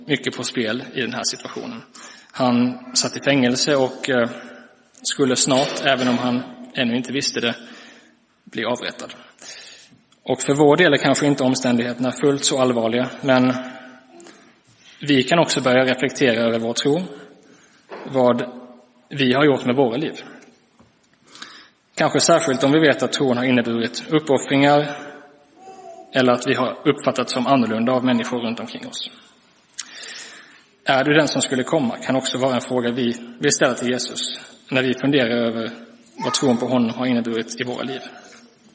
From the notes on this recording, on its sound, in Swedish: Inspelad i Roseniuskyrkan den 17 december 2023.